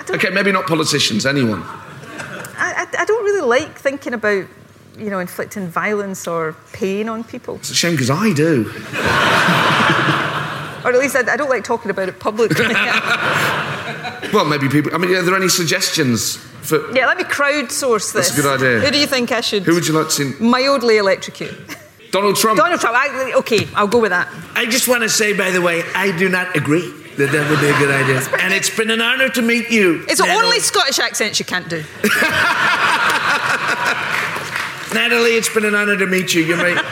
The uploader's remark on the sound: This interview was recorded at the 2019 Edinburgh Festival.